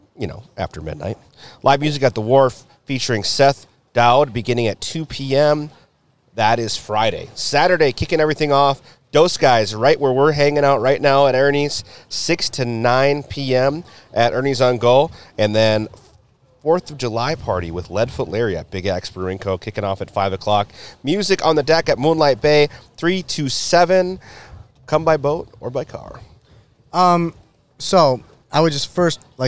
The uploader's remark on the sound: Live from a WINDY Ernies on Gull. Live from a WINDY Ernies on Gull. The Listen Local guys ventured over to Ernies.